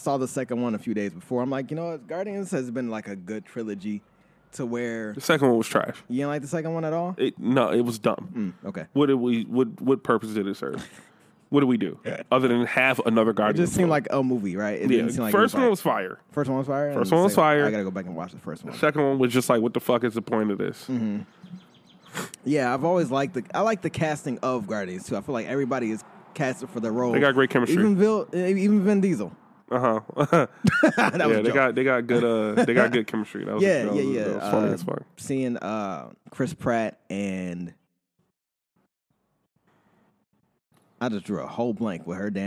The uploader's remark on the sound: Outside Edition